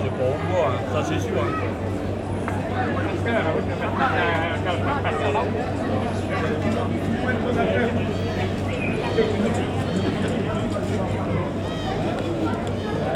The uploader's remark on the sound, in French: Impression sonore du marché de Auneau. Impression sonore du marché de la petite ville de Auneau.